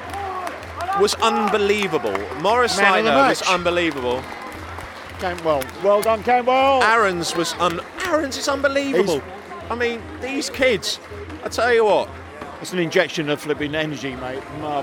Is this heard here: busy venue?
yes